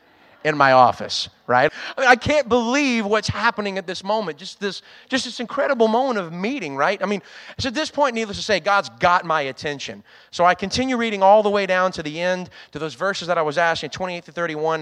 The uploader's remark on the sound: was recorded on Sunday, June 12th, 2022, during service at The Anchor Church in Rockport, Maine.